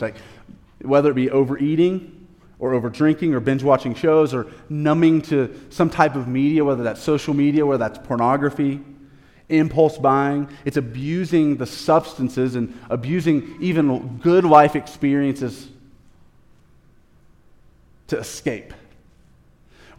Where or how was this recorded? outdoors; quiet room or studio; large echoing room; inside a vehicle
large echoing room